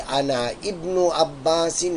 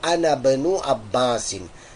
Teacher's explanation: that Hamza with which the word Ibnun begins is Hamzatul Wasal. Meaning, we do not pronounce it when a word comes before it. · Shown in: second take